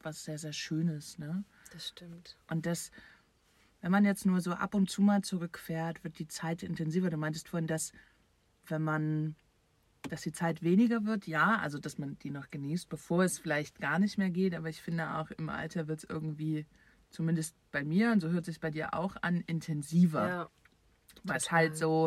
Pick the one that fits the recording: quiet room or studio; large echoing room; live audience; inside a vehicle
inside a vehicle